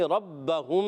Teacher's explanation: را زبر والا ہے تو اسی لیے را پور پڑھیں گے ربہم با مشدد ذرا رک کر ادا کریں گے ہم دیکھیں